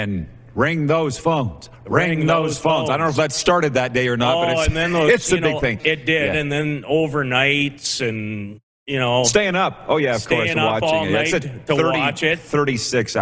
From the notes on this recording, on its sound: Live from Grey Eagle Resort and Casino in Calgary, Alberta